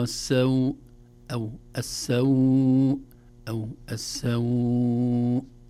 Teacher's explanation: كلمة السوء عند الوقف عليها مطر السوء، هذه هكذا مد، ولو مددنا 6 حركات ما في إشكال، ولو قلنا مطر السوء 2 حركات ما في إشكال · Term: مد اللين العارض للسكون